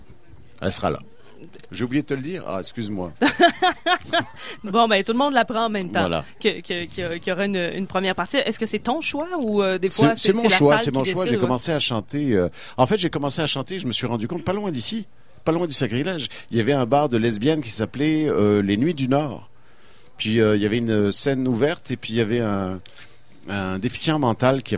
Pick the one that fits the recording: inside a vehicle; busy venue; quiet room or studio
busy venue